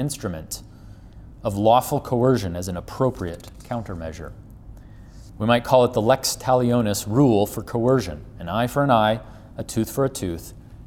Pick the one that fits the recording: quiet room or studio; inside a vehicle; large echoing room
large echoing room